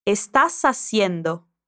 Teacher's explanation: É só você juntar o S ao final de estás com o som de A no início de haciendo. · Term: conecta os sons